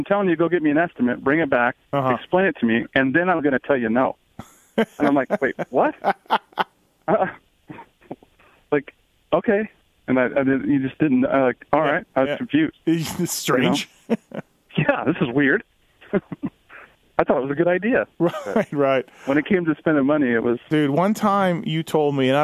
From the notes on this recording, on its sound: I call up Monster Kawasaki's truck driver